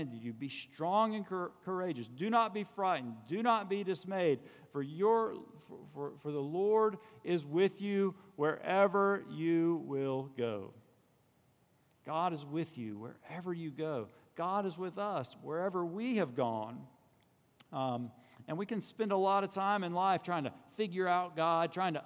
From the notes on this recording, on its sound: On Sunday, June 16 at Redeemer Presbyterian Church in Charleston, SC, we heard the Word preached from Rev.